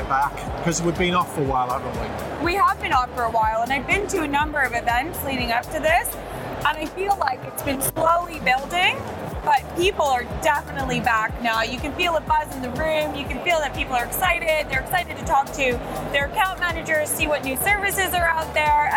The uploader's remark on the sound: Live from Europe's Biggest Event 'Accountex'. A series of live interviews from Accountex 2022 in London recently. AIBN were the official broadcast partners of the event.